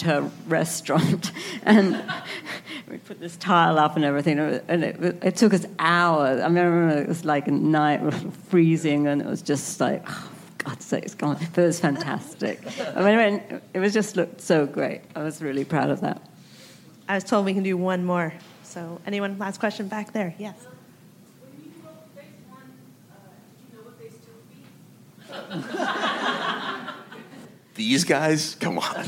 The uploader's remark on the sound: Recorded at ATX Television Festival.